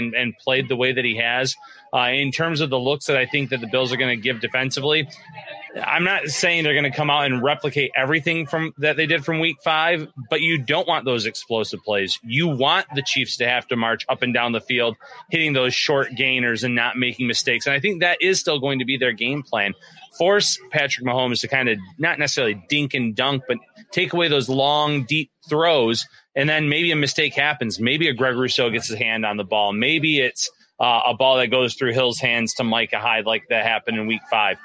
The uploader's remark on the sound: live from Al's Grill and Bar in Kansas City, home of the KC Bills Backers